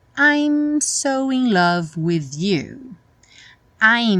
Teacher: Lembra que o som termina no momento em que os lábios se encontram para fazer o M.